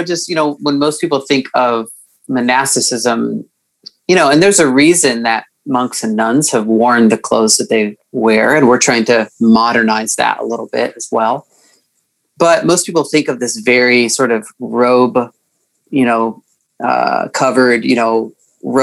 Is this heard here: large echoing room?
no